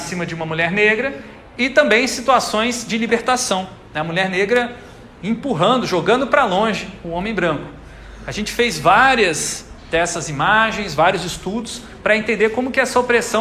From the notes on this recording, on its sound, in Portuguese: Aula gravada na disciplina Psicologia 1 do Bacharelado em Design da UTFPR.